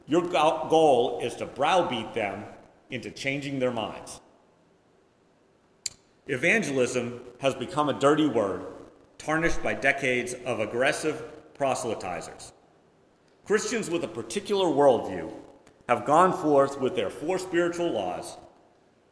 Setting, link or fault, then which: setting, large echoing room